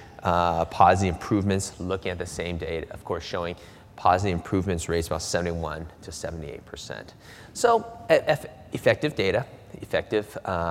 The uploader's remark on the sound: This was audio was recorded at the 2012 Summer conference in Seattle Washington